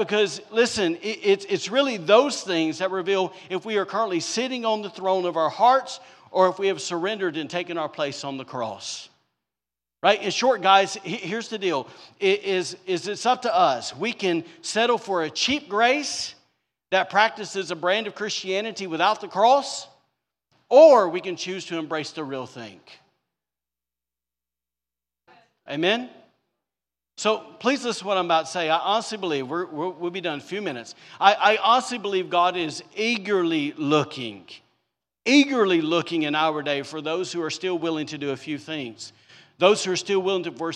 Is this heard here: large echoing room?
yes